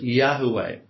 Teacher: With a very quiet U between a H and a W